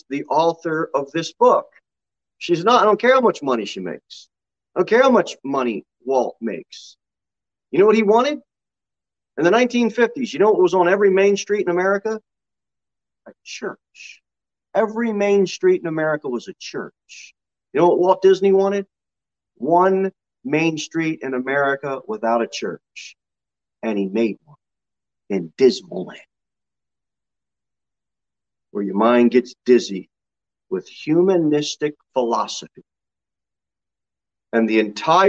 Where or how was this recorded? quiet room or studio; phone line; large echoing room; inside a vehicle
large echoing room